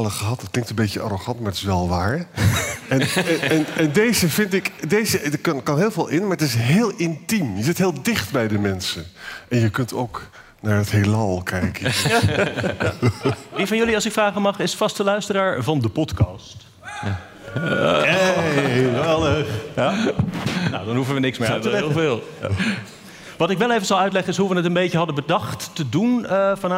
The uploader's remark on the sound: Live in Tivoli, Utrecht.